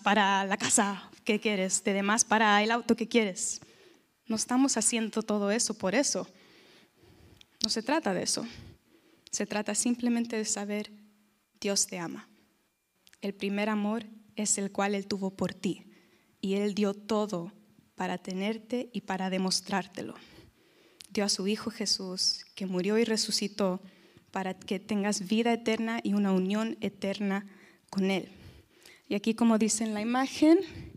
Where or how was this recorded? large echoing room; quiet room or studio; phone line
large echoing room